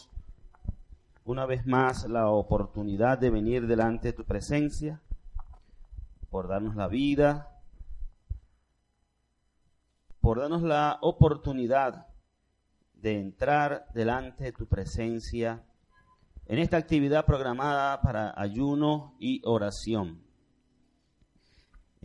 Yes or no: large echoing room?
yes